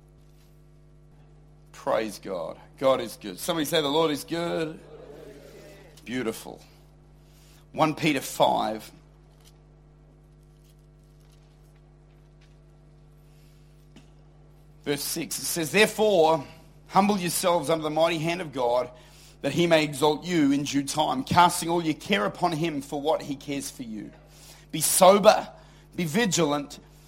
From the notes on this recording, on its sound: Recorded at Lifepoint Church, Adelaide.